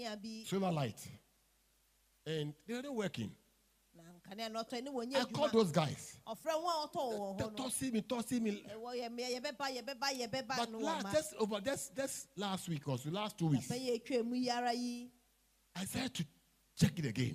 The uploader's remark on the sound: Preached At LCC Goshen